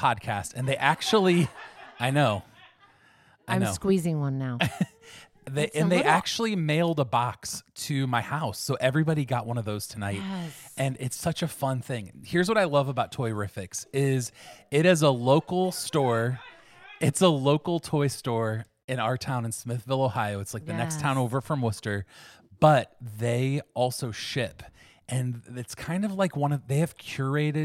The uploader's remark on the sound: W/ our LIVE audience. We're recording live with an audience, and trust us, the laughter is contagious!